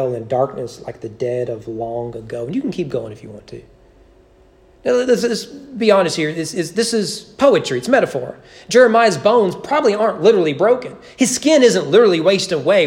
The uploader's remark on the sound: Sermon preached at East Frankfort Baptist Church. During the annual Christmas Candlelight service.